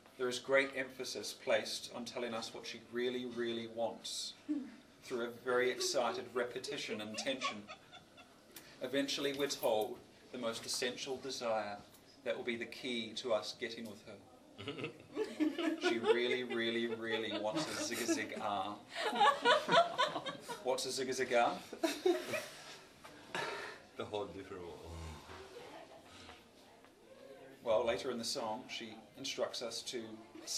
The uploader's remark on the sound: Live spoken word performance. Recorded 2017-07-26 at the Absinthesalon, Melbourne, Australia.